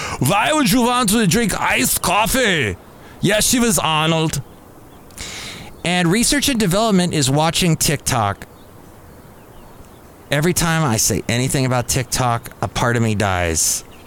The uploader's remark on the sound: podcasts live from Café Anyway